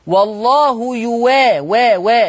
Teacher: ورش يبدل الهمزة واو مفتوحة، والله يوا وا بين الواو المفتوحة. · Term: الإبدال